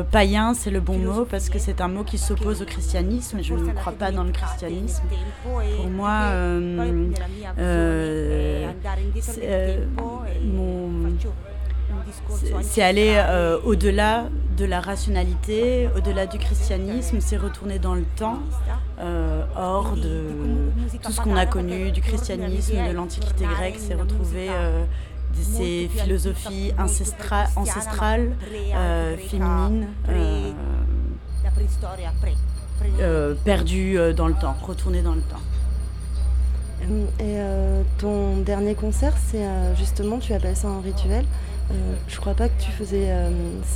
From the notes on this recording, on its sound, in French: Court documentaire sur l'enregistrement du rituel. Au café central à Bruxelles.